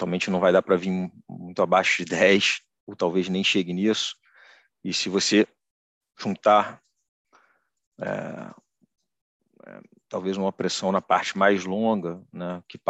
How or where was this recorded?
video call